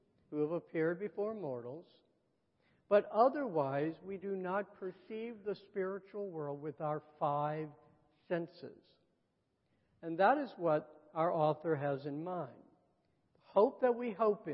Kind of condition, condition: setting, large echoing room